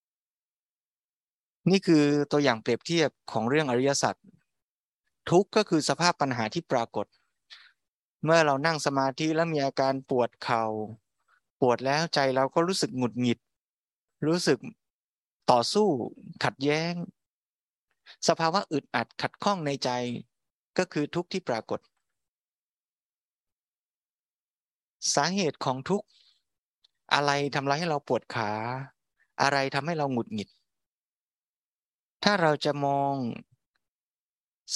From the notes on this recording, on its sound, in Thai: บันทึกจากธรรมบรรยาย กิจกรรมวัดพระสุดสัปดาห์ (ออนไลน์) ณ อุโบสถชั้นล่าง วัดญาณเวศกวัน